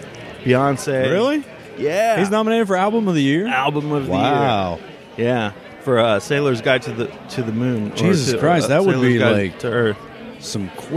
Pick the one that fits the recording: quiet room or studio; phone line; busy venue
busy venue